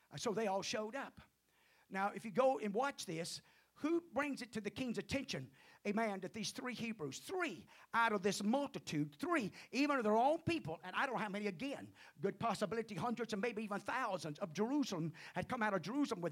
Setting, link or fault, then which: setting, large echoing room